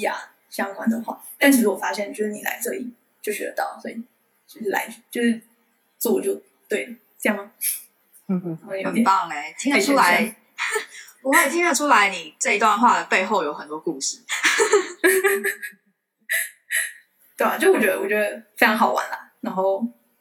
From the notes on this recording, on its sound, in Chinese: 由於線上軟體收音問題，音質與前幾集有所落差。